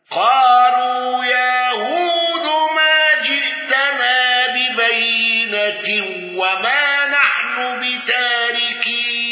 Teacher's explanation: خلف عن حمزة بالإشباع وترك الغنة. قالوا يا هود ما جئتنا ببينة وما نحن بتاركي بالشك على المد المنفصل.